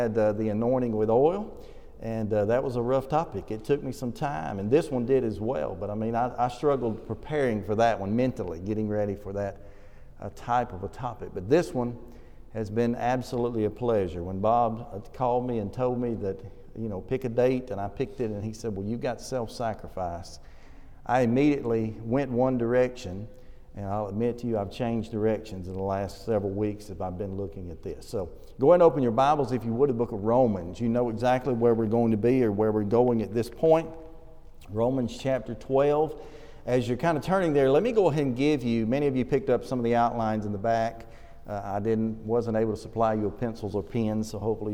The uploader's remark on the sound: This sermon was preached at the Oneonta Church of Christ